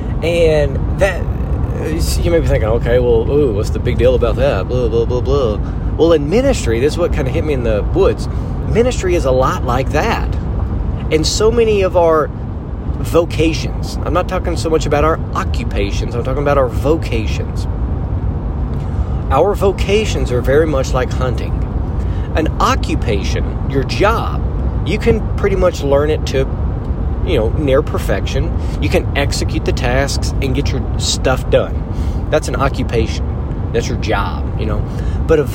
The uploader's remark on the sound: In the truck as he returns home from his Idaho hunt trip.